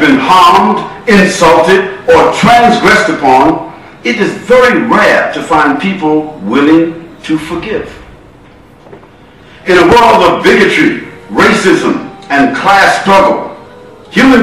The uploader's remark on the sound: Lecture At Scheldemond College